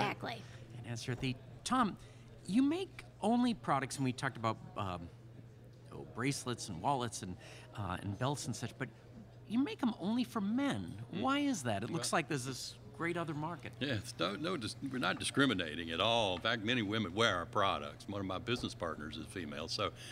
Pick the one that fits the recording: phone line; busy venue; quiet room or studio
busy venue